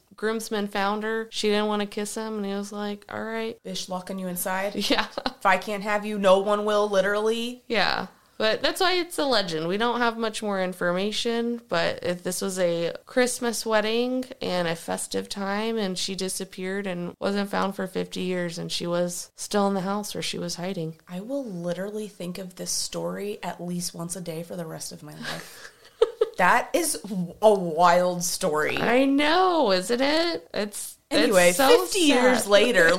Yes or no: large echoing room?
no